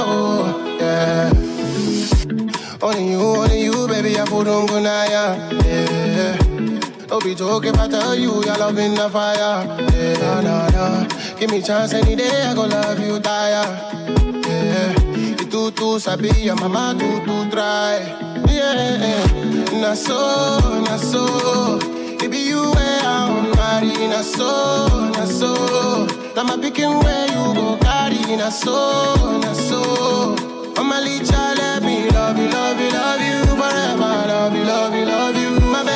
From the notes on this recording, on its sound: Originally broadcast live on September 6, 2018 from the storefront of Kinfolk 90 in Williamsburg, Brooklyn, New York City. Broadcast live on WAXX.fm.